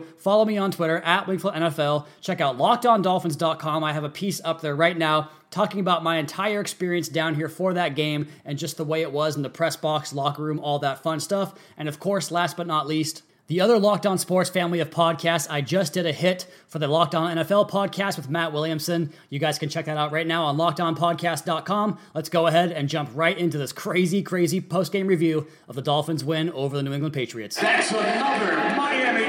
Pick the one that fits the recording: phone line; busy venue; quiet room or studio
busy venue